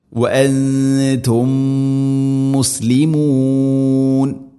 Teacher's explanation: സുക്കൂനുള്ള മീമിനെ അടുത്ത മീമിലേക്ക് ഇദ്ഗാം ചെയ്തു, അഥവാ കൂട്ടിലയിപ്പിച്ച് മണിച്ചുകൊണ്ട് ഉച്ചരിക്കണം · Term: ഇദ്ഗാം മുതമാസിലിൻ